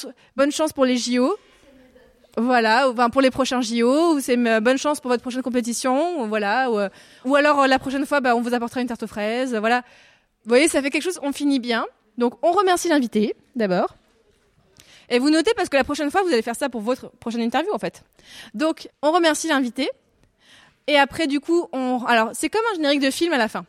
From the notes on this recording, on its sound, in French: Durant la semaine de la presse 2023. Une captation de sa Master Classe devant les classes de 5Fa et 5B.